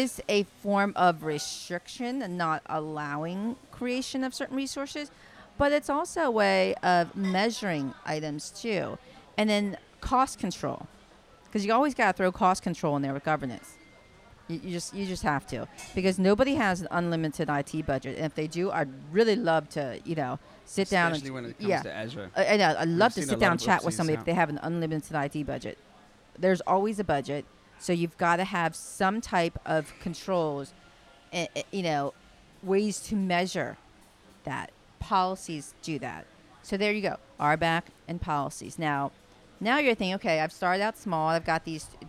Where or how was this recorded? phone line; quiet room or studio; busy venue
busy venue